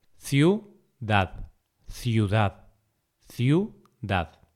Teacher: el acento va en la última sílaba, ¿vale? Ciudad, dad es la sílaba tónica, pero el diptongo está en la primera sílaba, ciu.